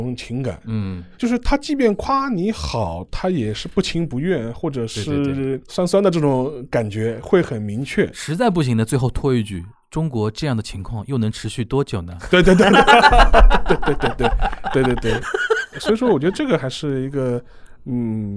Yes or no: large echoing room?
no